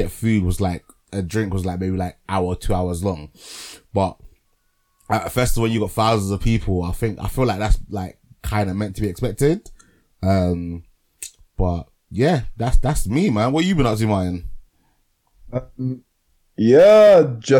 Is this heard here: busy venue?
no